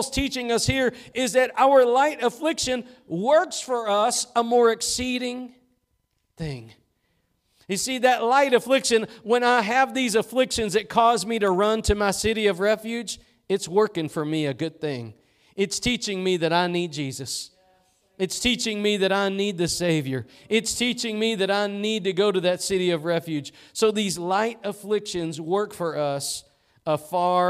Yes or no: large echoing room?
yes